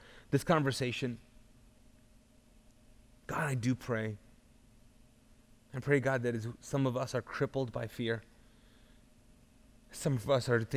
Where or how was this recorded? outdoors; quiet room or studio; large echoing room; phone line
large echoing room